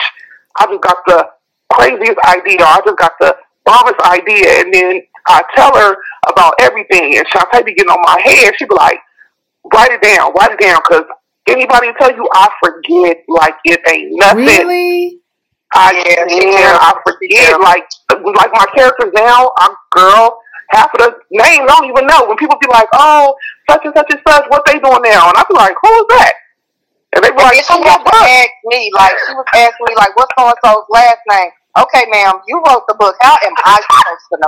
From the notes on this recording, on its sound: On the phone interviewing authors